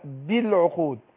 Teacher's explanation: أقول بالعقود أبين الكسر اللي في الباء